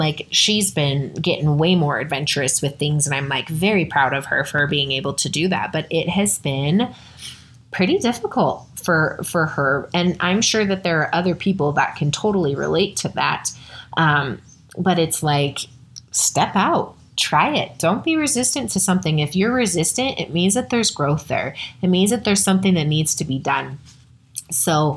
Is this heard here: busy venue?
no